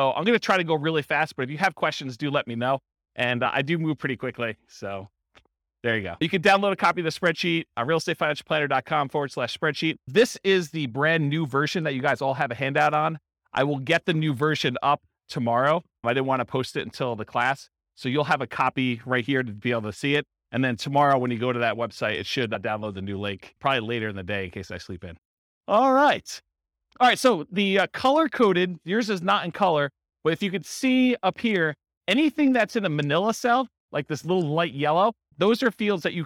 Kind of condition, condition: setting, live audience